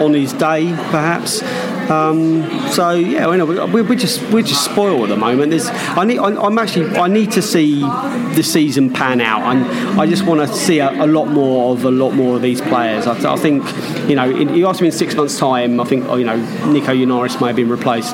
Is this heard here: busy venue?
yes